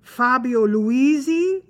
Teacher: the S between two I's is pronounced as though it were a Z